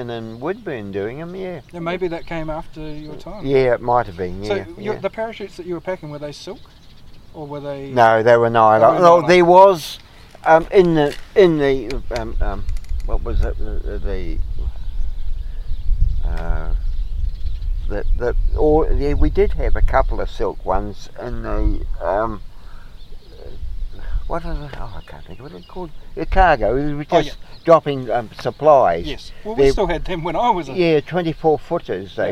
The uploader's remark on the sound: Sat in the sunshine chatting. Called into Cambridge on his way home.